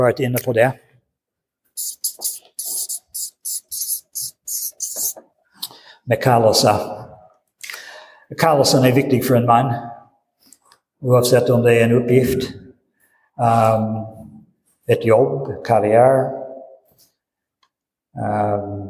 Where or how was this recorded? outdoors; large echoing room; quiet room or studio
large echoing room